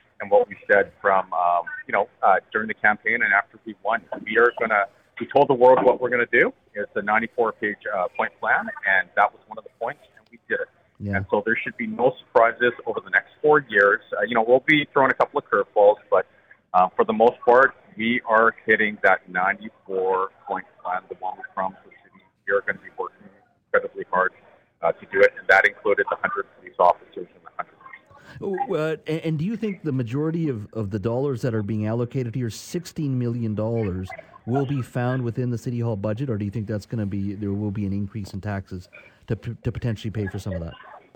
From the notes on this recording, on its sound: Joins us live from the World Cup in Qatar. While at the Canada vs Belgium game!